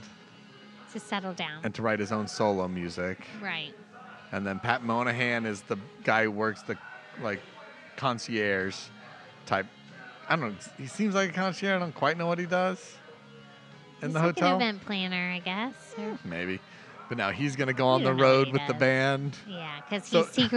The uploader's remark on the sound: This episode was recorded on a warm winter's night in Tampa, Florida at The Pour House